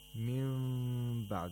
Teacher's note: Iqlab is a nun with a nun that's followed by the letter ba, which the nun turns into a mim sakina, and the mim sakina is read with ikhfa. Mim ba'd, the mouth is not completely closed, it's slightly open so that the sound of a mim passes through this small space between the lips